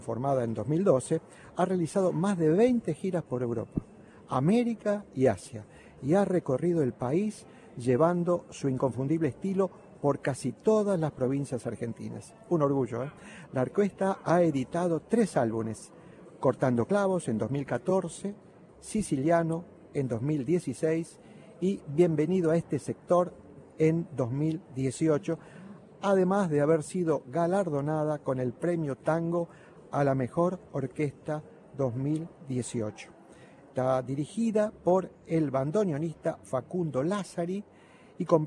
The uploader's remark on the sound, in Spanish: Transmisión del TangoBA Festival y Mundial desde la Usina del Arte.